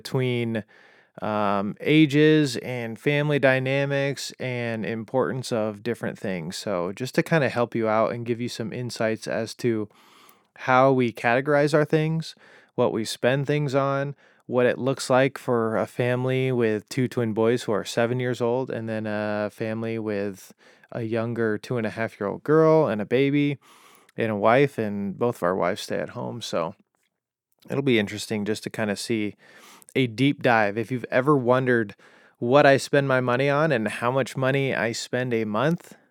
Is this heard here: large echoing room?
no